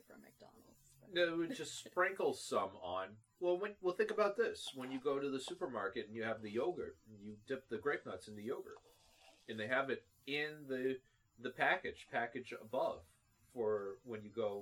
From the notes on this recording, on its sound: There were some slight audio issues with this one, as this was the first episode in over a year with two people recording in the same room.